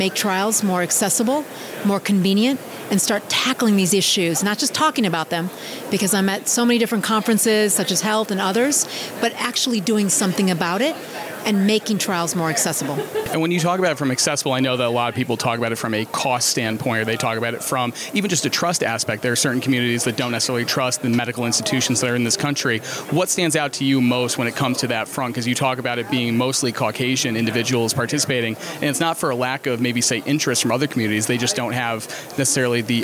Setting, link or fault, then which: setting, busy venue